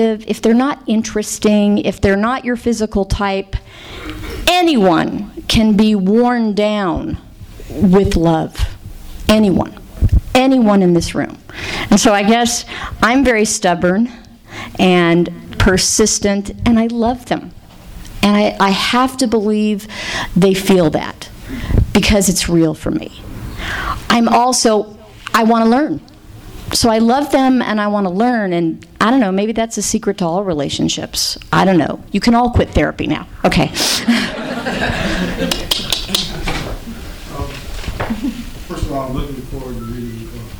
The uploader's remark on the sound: THIS EVENT WAS RECORDED LIVE AT SKYLIGHT BOOKS MARCH 20, 2012.